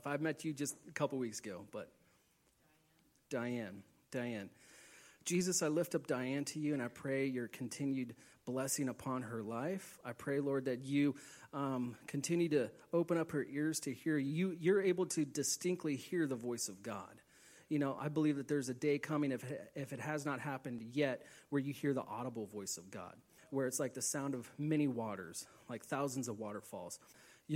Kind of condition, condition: setting, large echoing room